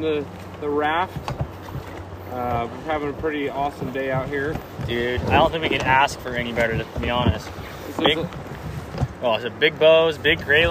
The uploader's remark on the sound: LIVE on the River!